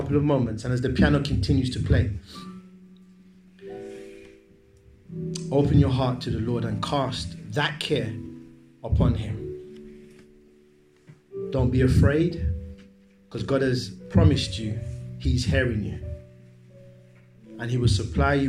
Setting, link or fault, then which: setting, large echoing room